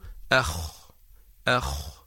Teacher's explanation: الخاء تخرج من أدنى الحلق يعني من ملتقى جذر اللسان مع الحنك اللحمي · Term: حرف الخاء